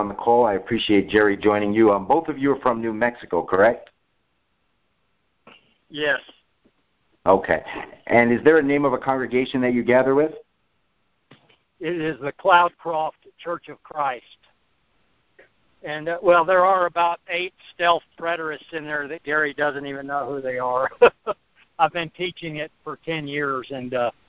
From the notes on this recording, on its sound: For most effective audio start at 9:18. We hosted our first Preterist Pastors conference call. We have a few pastors on the call.